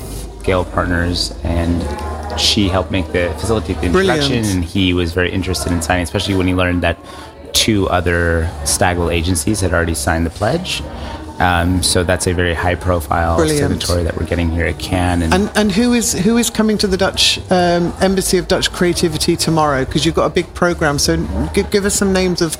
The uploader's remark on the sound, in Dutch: Live vanuit Cannes. De uitzendingen vinden plaats vanuit de Embassy of Dutch Creativity, de handelsmissie van de Nederlandse creatieve industrie tijdens het 70ste Cannes Lions International Festival of Creativity.